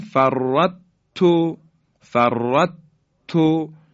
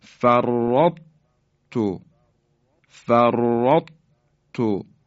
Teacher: به این خاطر بایستی دقت کنیم و اینطور تلفظ کنیم فرطو، فرطو، اثری از درشتی حرف تا باقی مونده · Shown in: second take · Term: ادغام ناقص